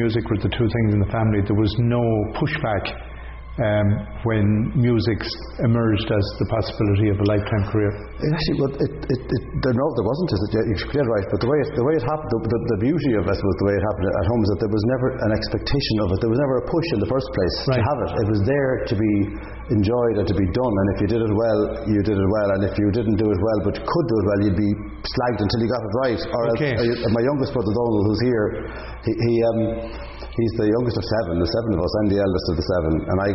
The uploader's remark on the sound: at Goderich Celtic Roots Festival 2023